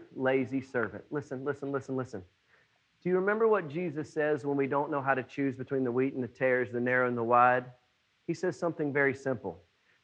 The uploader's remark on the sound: It was preached on June 21, 2020 at NBC on Main